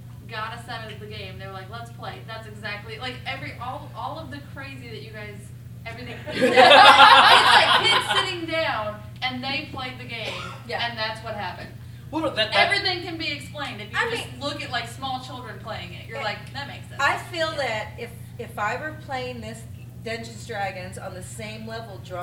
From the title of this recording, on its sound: LIVE at MOBICON 2018